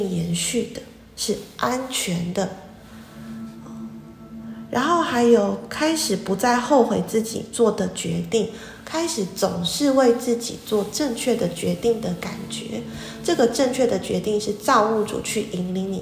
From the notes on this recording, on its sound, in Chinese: 早課結束後的冥想，用iphone錄的，音質跟之前的不太一樣。